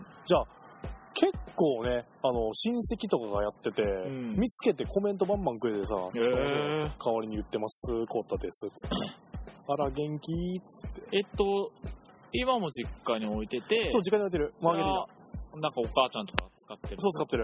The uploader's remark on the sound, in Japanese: 今回はひっさしぶりに集まったので、公園をダラダラ歩きながらダラダラ話してみました。時々人が通る時に恥ずかしがる。代々木公園ロケ！！